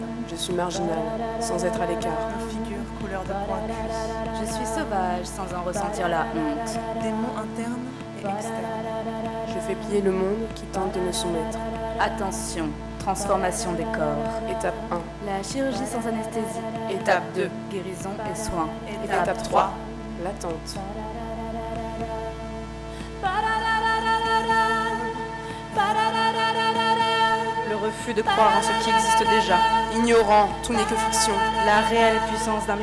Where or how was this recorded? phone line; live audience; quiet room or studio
live audience